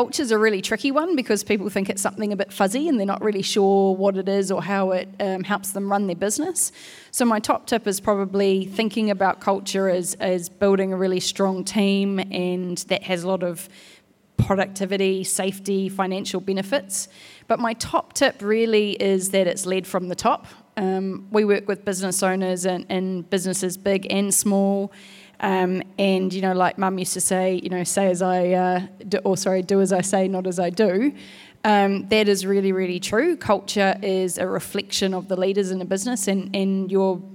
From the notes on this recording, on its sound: This episode sees our first 'pop up' podcast, which we recorded at the EROAD Fleet Day in Hamilton.